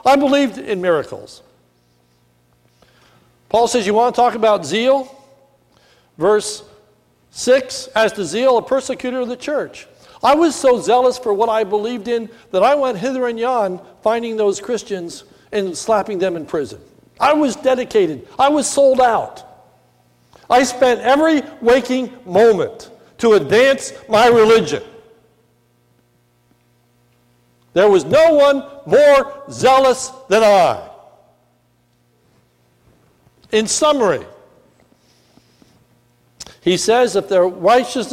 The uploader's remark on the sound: This is a sermon recorded at the Lebanon Bible Fellowship Church in Lebanon, PA. During the morning service. It was a Communion Service.